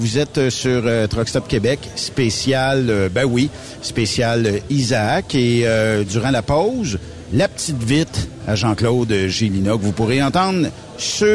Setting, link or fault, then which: setting, busy venue